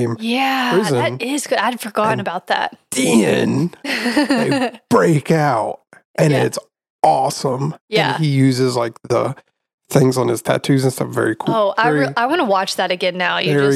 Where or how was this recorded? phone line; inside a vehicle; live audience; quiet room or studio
quiet room or studio